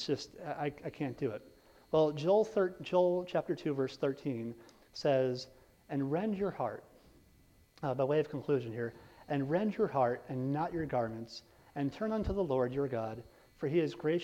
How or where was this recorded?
large echoing room